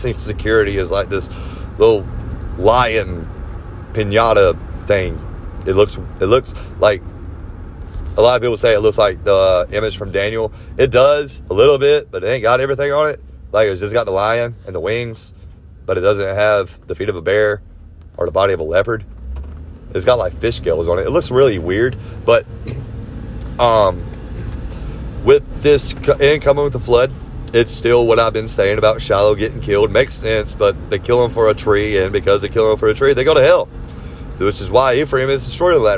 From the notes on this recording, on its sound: This episode was recorded on my phone, a telemarketer called towards the end so it probably cut the episode early.